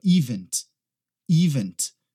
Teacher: Muita gente acaba colocando a ênfase na primeira sílaba